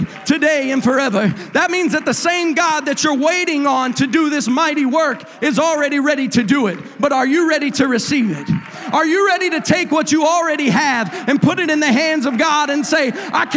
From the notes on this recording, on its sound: a service recording from Connect Point UPC